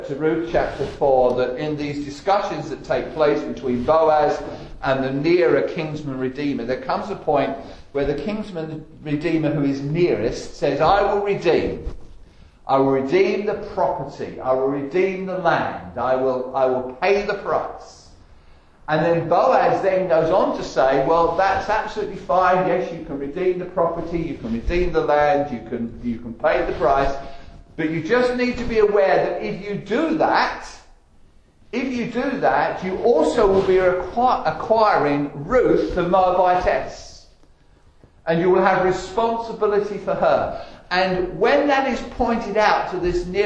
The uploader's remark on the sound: Estuary Elim Church Rayleigh Morning Service